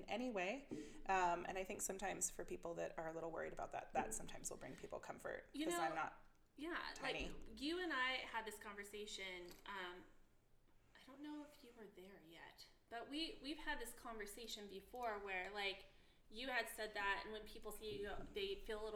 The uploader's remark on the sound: Sharing a mic, so the sound quality isn't the best.